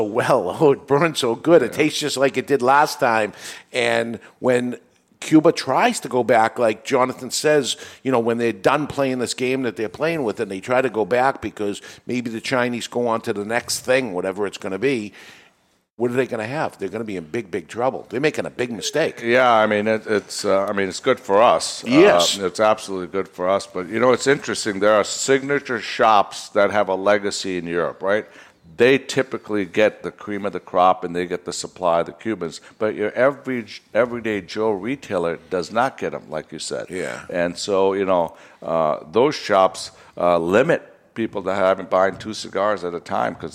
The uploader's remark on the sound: The Cigar Authority is a member of the United Podcast Network and is recorded live in front of a studio audience at Studio 21 Podcast Cafe upstairs at Two Guys Smoke Shop in Salem, NH.